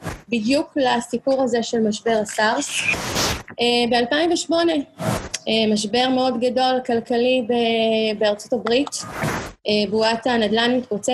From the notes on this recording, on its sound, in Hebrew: הפרק הפעם הוא הקלטת אותו ובינר.